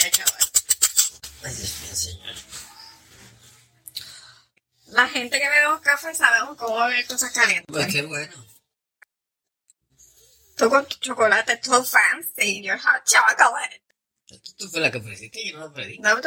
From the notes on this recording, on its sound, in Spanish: Al toma y dame, conversaciones con mi esposo, son grabaciones que hace una esposa de conversaciones que ella tiene con su esposo. Las grabaciones son reales y espontaneas y grabadas desde un celular.